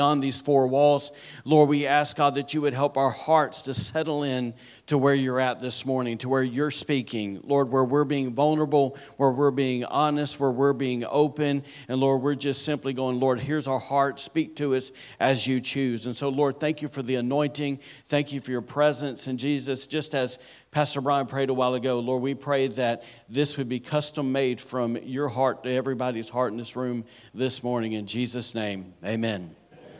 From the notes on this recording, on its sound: was recorded on Sunday, December 10th, 2023, during service at The Anchor Church in Rockport, Maine